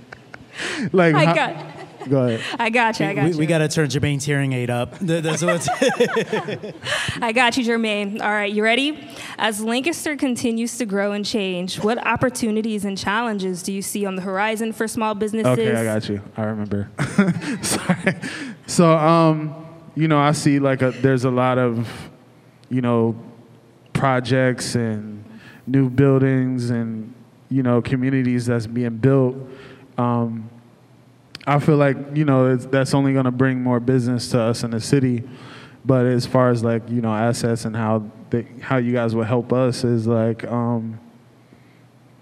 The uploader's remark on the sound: LIVE at ASSETS at 30. Recorded during the ASSETS at 30 celebration in September 2023.